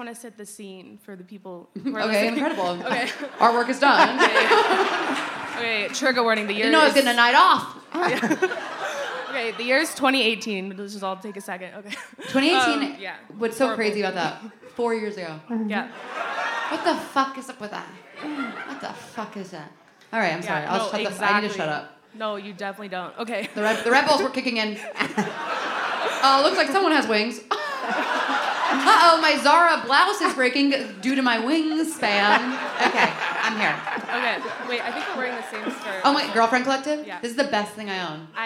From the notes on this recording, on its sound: Live at the Netflix Is A Joke Fest. Seek Treatment Live. Live at the Netflix Is A Joke Fest.